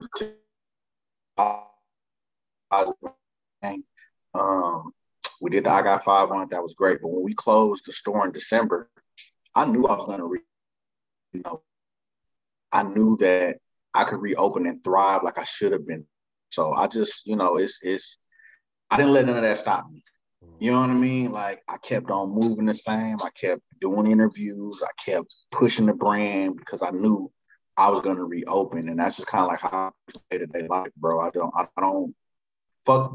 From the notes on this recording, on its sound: Nothing can stop a great conversation, not even a few audio issues.